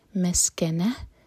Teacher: سین پر سٹی والی آواز آنی چاہیے. مسکنہ، تامر بدہ رکیں گے تو یہ ہاں میں چینج ہوگا اور ہاں کو ساکن کریں گے.